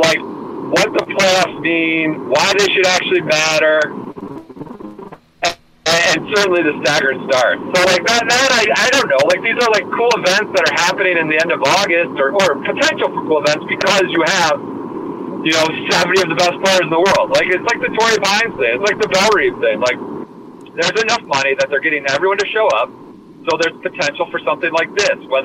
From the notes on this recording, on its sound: Up in Baltimore covering the BMW Championship, and the late finish, he calls in from the road. Apologies to listeners everywhere for the poor audio quality.